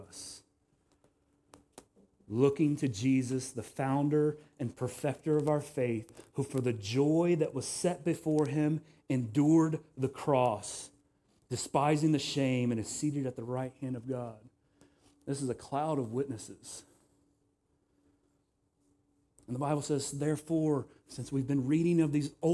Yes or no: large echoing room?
yes